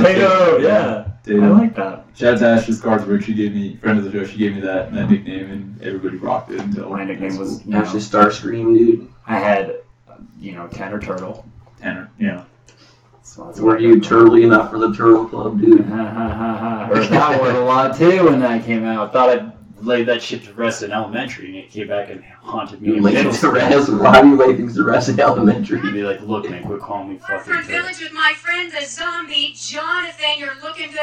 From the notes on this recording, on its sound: Sorry for the echo